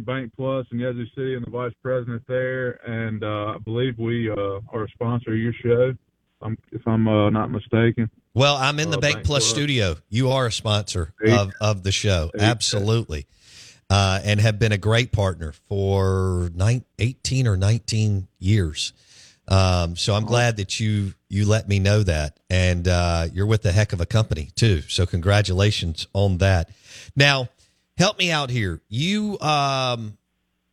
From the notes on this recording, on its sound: On Farm Bureau guest line. Live in the BankPlus Studio.